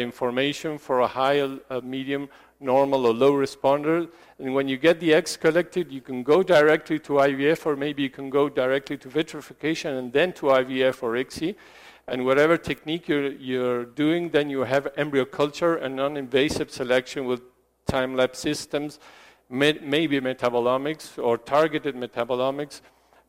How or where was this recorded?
large echoing room